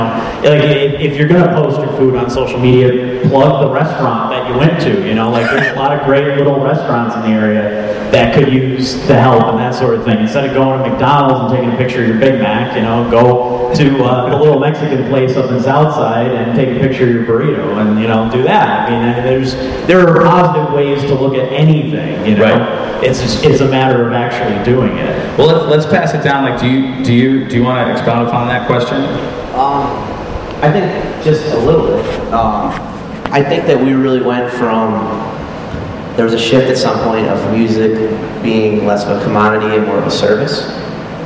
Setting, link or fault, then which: setting, live audience